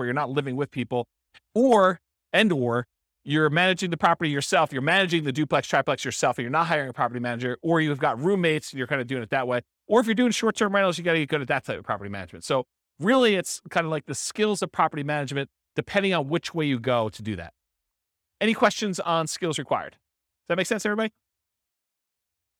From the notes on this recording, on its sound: This was a live class recorded